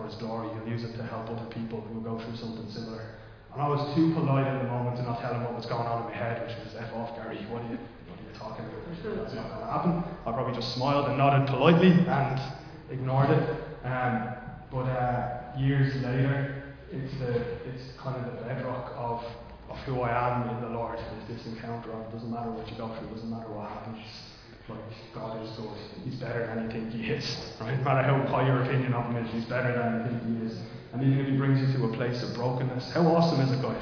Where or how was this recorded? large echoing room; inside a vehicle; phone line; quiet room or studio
large echoing room